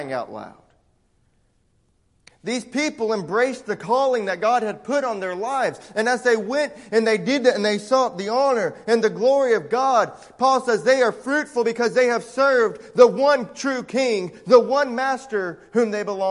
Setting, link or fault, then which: setting, large echoing room